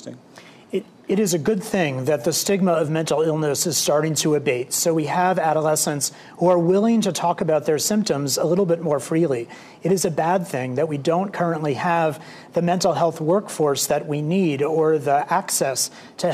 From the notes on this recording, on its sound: panel discussion was recorded with a live studio audience